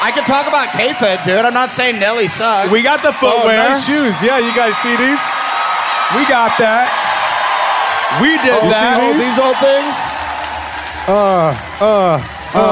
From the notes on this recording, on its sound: Live from St. Louis.